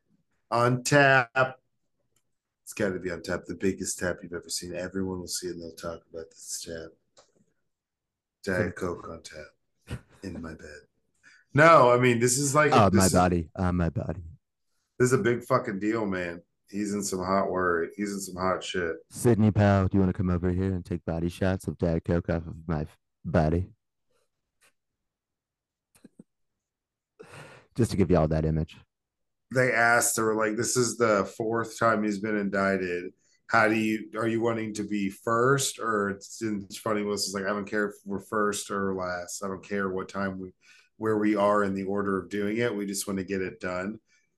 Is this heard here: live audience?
no